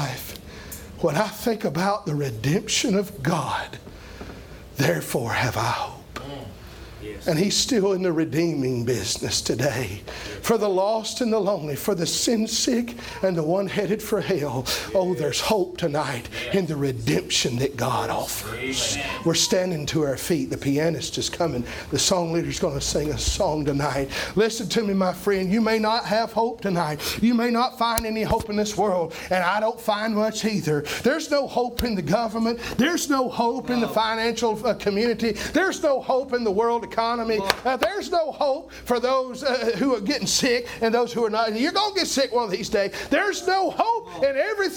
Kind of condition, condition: setting, large echoing room